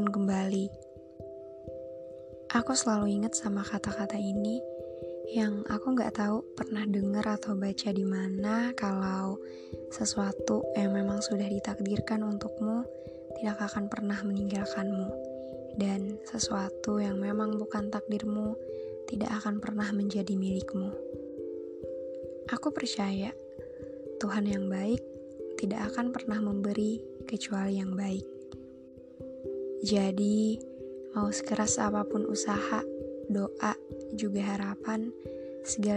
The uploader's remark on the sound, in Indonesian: Maaf agak berisikkk rumah lagi rame.